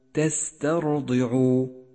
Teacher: تاسعا، لاحظ إتمام الحركات عند تلاوة كلمة تسترضعوا، تسترضعوا، وراقب حركة فمك عند نطقها، إذ يجب فتح الشفتين عند حرف التاء لأنه مفتوح في الموضعين، ثم ينخفض الفم عند حرف الضاد لأنه مكسور، ثم تضم الشفاه عند حرف العين لأنه مضموم، وهكذا يجب أن تتناسب حركة الفم مع حركات الإعراب.